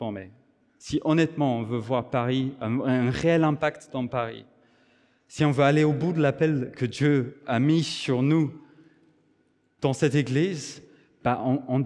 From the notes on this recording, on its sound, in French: Enregistré à l'église CVV, le 10/09/2023